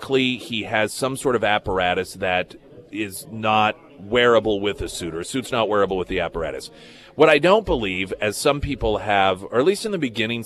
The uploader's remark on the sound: live at Scramblers Diner